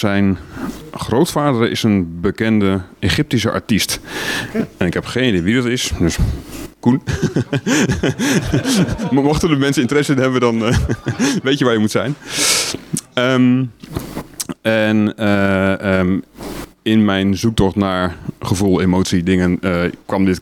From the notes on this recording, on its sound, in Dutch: Een keer per jaar komt het radioprogramma “All That Jazzz” live vanuit Jazzpodium De Tor in Enschede met het Tor-Vinyl-Café.